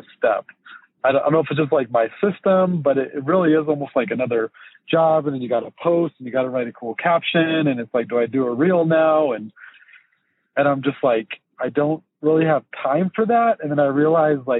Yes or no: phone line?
yes